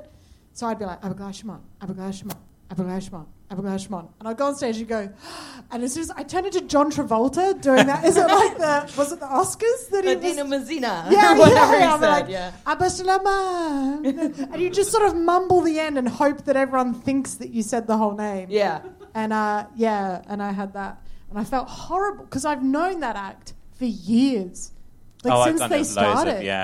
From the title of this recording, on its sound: Live at London Podcast Festival